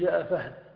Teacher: فإنك تسكن آخر الكلمة ثم تضم الشفتين بعد ذلك وهو خاص بالضم فتقول جاء فهد، وإذا أردت أن تقف بالتضعيف فإنه لا يجوز في هذه الكلمة لما سيأتي. · Term: الإشمام